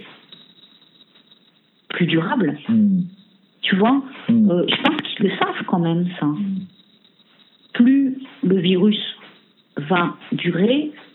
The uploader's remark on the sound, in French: Entretien téléphonique réalisé ce 18 avril